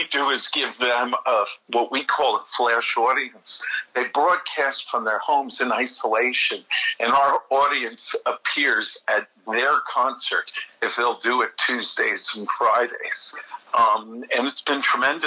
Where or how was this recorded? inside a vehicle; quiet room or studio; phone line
phone line